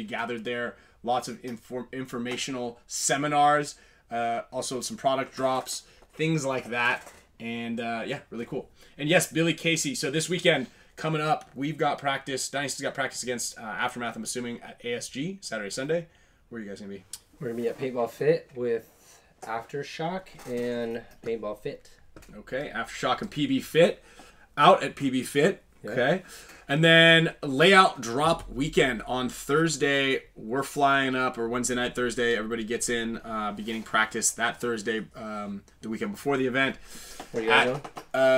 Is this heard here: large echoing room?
no